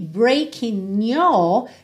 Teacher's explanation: fica muito mais fácil eu juntar esse N já no your